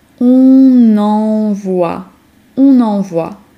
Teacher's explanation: Pamiętajcie też, że jeśli damy tutaj zaimek osobowy on, to trzeba zrobić liaison, czyli łączenie międzywyrazowe i da nam to on envoie, on envoie. Mamy tu więc następujące po sobie dwa dźwięki nosowe. Najpierw zamknięte on, a potem otwarte on.